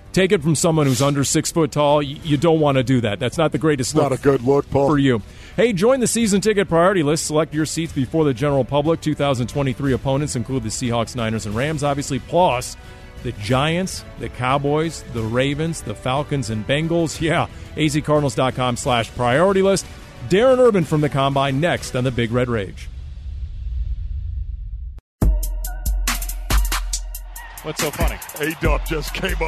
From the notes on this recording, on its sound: live from the NFL Combine in Indianapolis